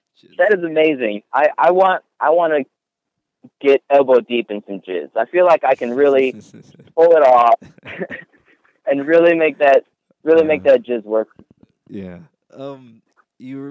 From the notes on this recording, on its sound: We had a chat on the phone a few days ago and caught up